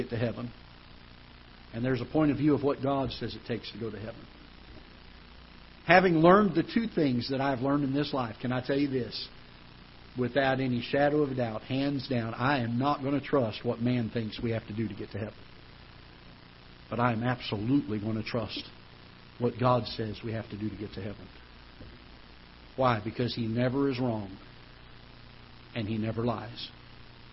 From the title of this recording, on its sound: Ketha Heights Baptist Church ~ Live Broadcast